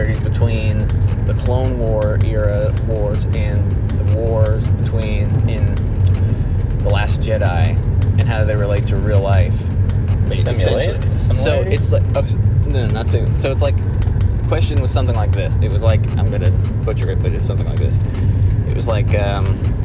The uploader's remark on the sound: It was recorded using our phones so please excuse the poor sound quality.